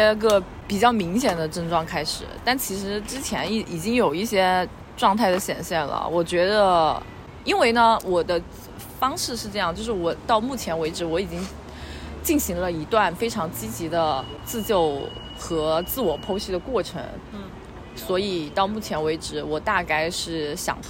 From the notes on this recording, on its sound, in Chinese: 本期播客是在马路边录制的即兴聊天，会有各种各样人间杂音，也可能会有一些录制得不是特别清晰的地方。